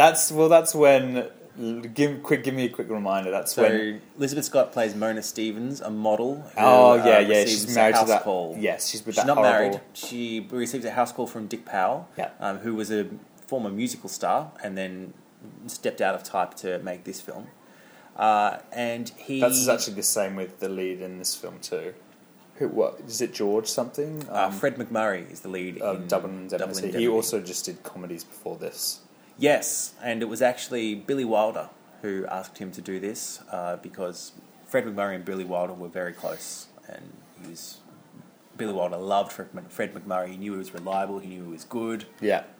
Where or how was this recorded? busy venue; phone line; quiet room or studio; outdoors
busy venue